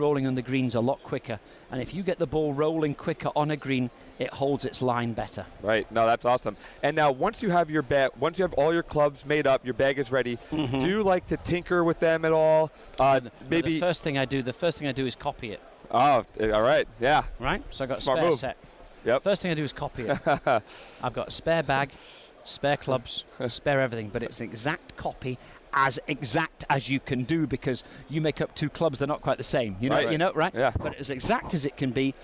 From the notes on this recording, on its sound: recorded in January 2017 at the PGA Show